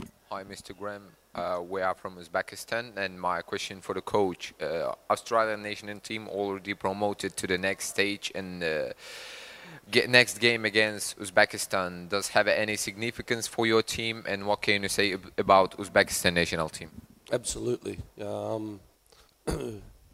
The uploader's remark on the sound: Post-Match Press Conference. Speak to media following the Subway Socceroos 1-0 win over Syria.